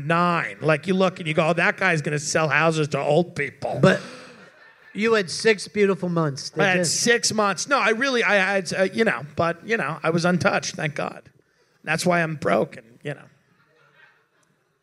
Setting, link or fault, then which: setting, live audience